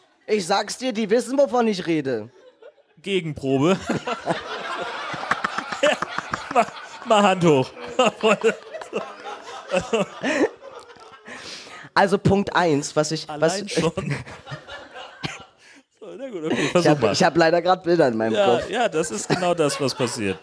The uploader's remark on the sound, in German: Liveshow bei Podstock 2019. Selbstverständlich haben wir eine Live-Show abgeliefert.